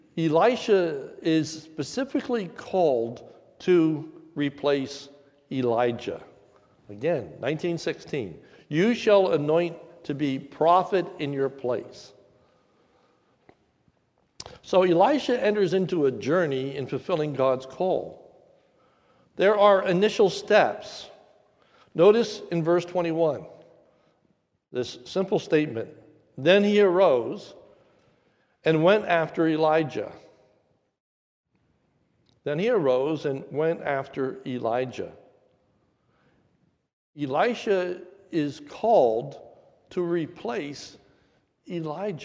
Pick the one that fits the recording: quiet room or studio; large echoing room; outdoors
large echoing room